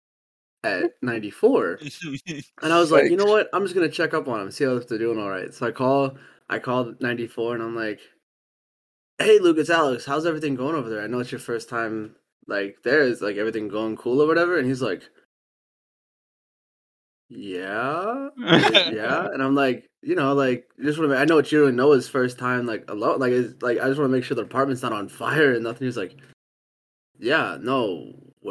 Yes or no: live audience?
no